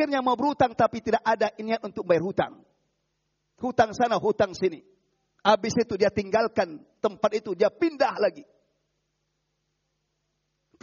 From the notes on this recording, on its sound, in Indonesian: Rekaman Audio Khutbah Jum'at. Dilarang memotong rekaman audio ataupun video kajian di masjid Mu'adz bin Jabal, tanpa seijin dari admin.